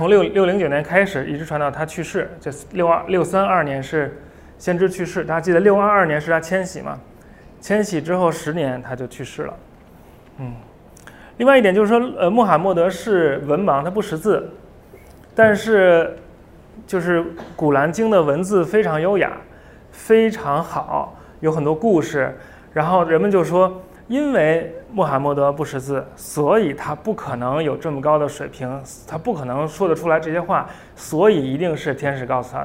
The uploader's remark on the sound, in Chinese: 在北京爱普生体验中心做的一场讲座的录音。这次讲座是由中青旅耀悦旅行品牌悦物派主办的。